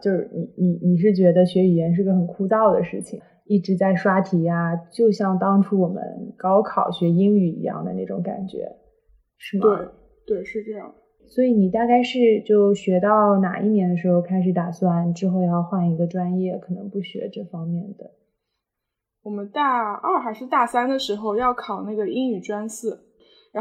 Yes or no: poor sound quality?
yes